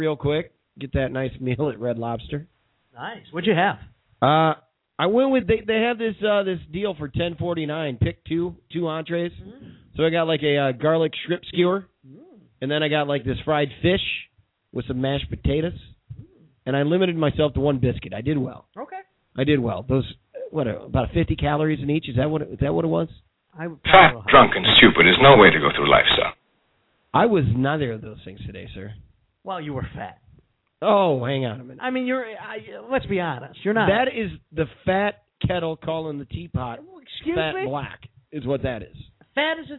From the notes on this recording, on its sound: called in on this show